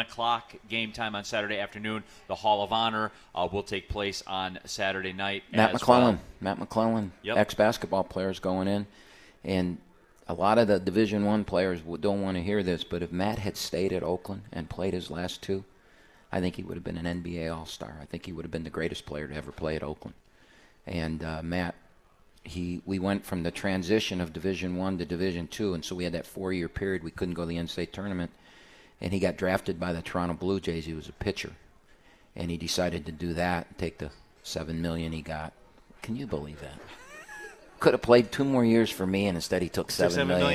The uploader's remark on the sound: live from RJs Pub in Rochester Hills!